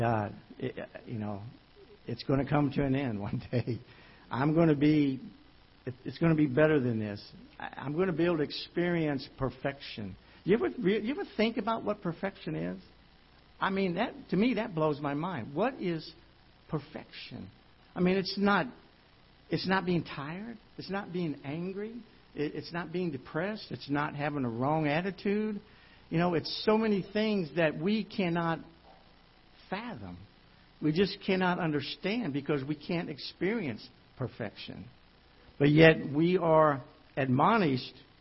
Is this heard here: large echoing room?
yes